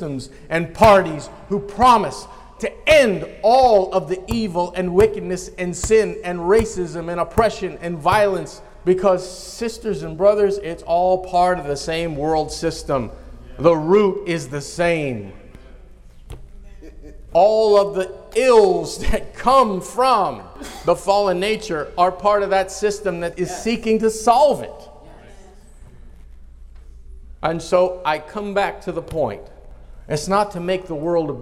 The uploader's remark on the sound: in a live conference